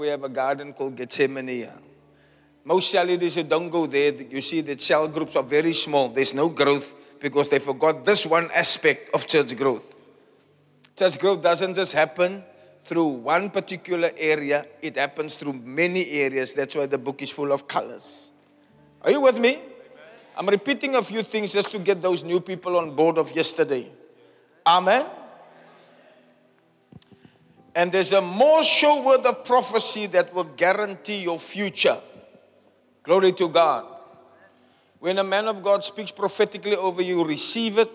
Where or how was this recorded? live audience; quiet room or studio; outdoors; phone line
live audience